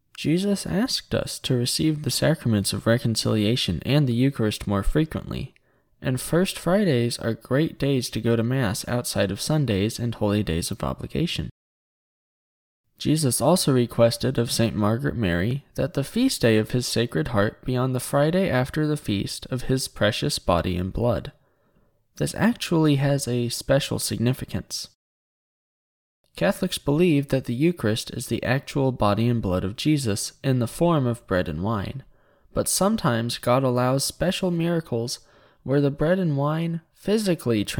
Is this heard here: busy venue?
no